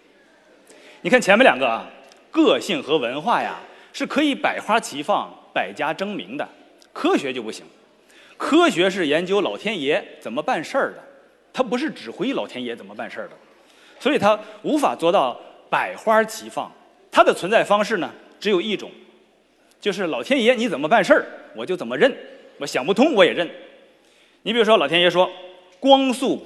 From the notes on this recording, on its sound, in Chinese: 在绍兴大剧院举办的《理性的力量》科普演讲会如约而至。一千多位观众到现场参与了这次活动，整个会场都坐的满满的，台下黑压压的坐了一大片。